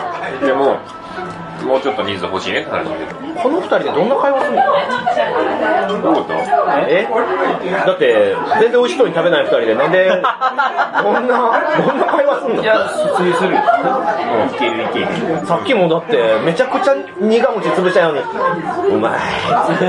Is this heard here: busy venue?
yes